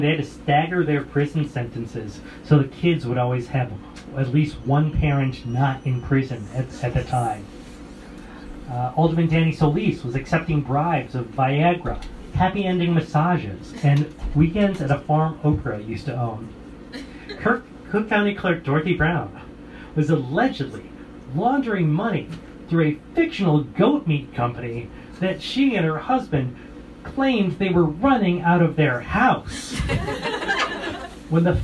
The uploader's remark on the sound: Recorded live March 11, 2020, at the Old Chicago Inn's Room 13 speakeasy. At the Old Chicago Inn's Room 13 speakeasy as part of Chicago for Chicagoans Chicago History 101 Speakeasy Series.